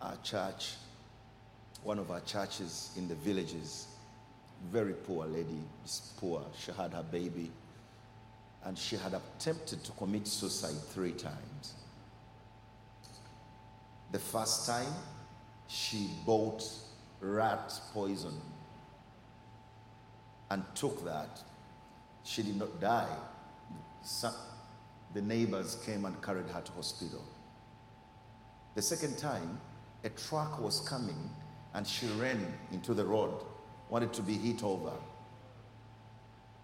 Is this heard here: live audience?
yes